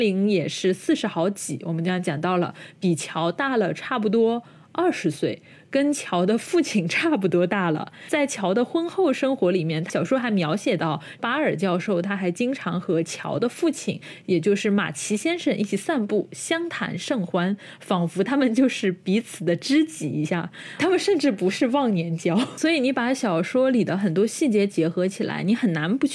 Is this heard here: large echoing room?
no